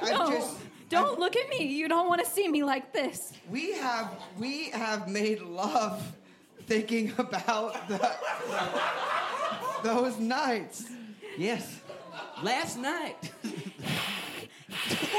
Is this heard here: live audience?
yes